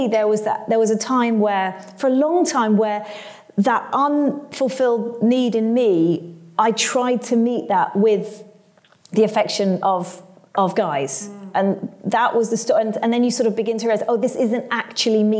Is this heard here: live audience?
yes